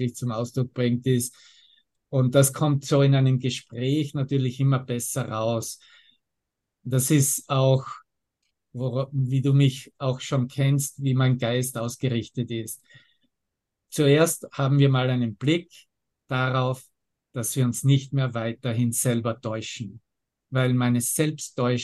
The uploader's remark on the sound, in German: Zoom-Session. Veranstaltet von der Aleph Akademie.